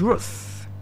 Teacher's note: That's the voiceless TH, Ruth.